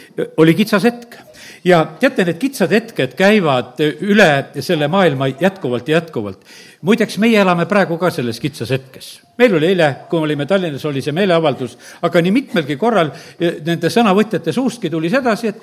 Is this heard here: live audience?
yes